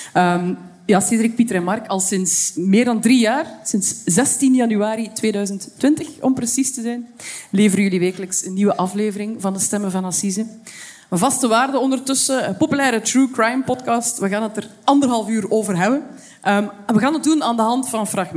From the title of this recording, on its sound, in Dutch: LIVE vanop het Podcastfestival